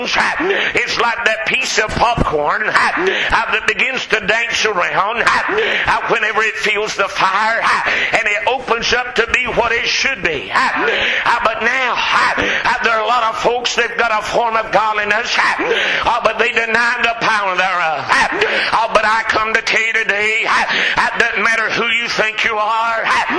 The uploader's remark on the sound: Preached at McCoys Chapel